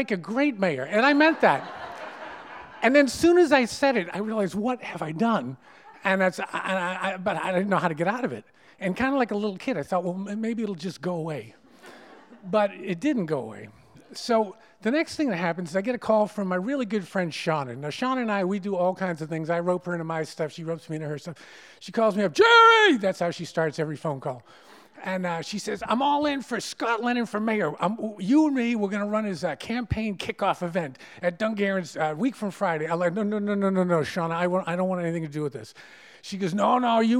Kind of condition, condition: setting, live audience